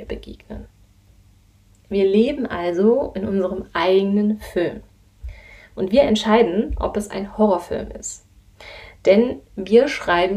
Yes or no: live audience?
no